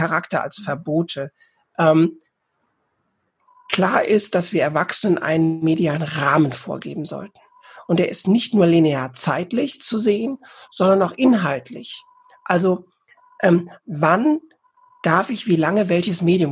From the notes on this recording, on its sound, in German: Interviewmitschnitt vom Online Kongress "Zukunft Schule"